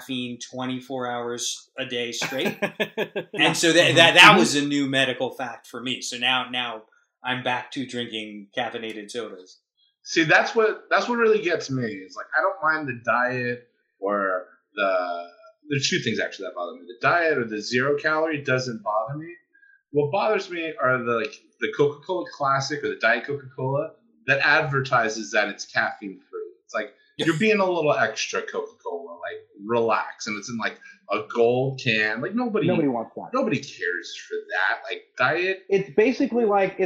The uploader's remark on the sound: We take you back in time to an early episode, when everyone's mics sucked! Wobbly sound quality.